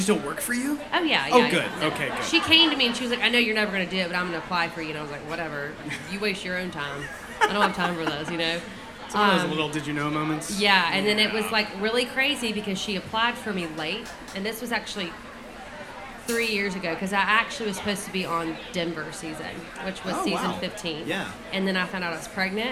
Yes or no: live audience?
yes